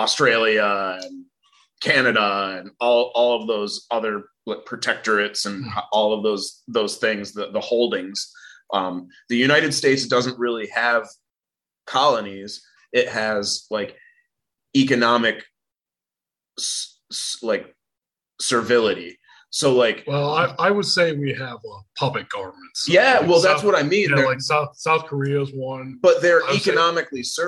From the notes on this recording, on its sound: Recorded via Zoom on Sunday, December 12th, 2021, in Kalamazoo, Michigan and Saltash, Cornwall.